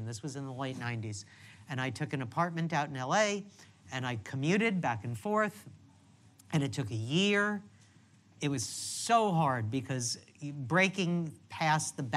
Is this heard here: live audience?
yes